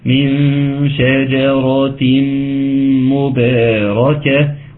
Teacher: نفخم الراء، بس امتى نفخم الراء؟ بعد ترقيق الشين والجيم